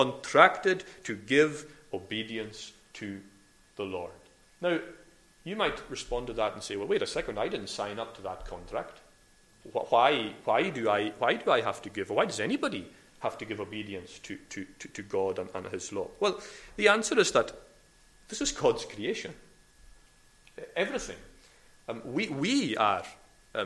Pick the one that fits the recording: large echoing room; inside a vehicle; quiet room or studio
large echoing room